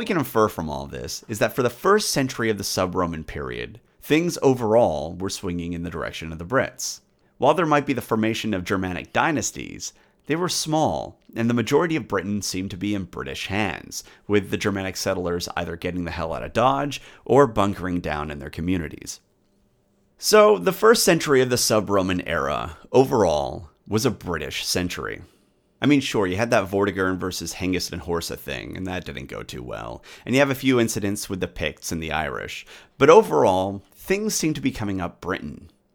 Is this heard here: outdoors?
no